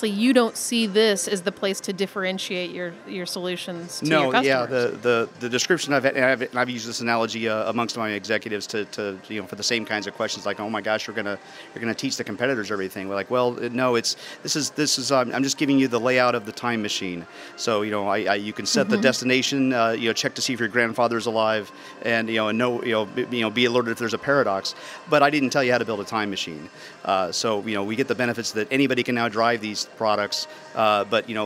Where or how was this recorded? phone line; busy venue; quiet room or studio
busy venue